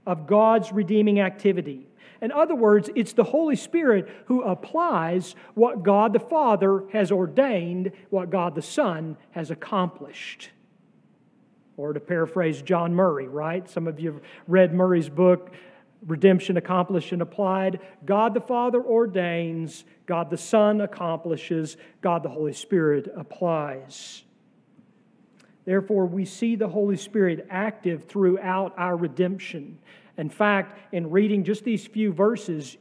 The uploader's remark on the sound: sermon from our Trinity Sunday worship service on June 4, 2023.